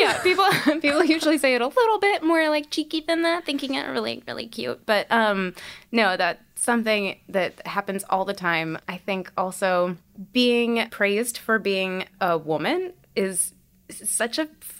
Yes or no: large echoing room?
no